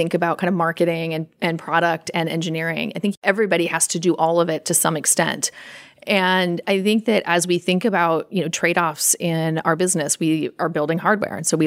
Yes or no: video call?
no